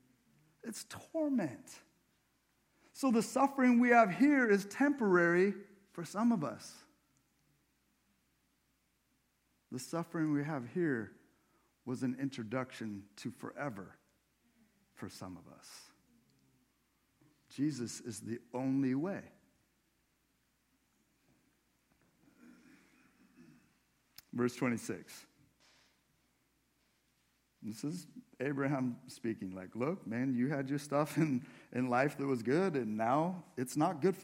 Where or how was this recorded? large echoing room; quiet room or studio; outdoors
large echoing room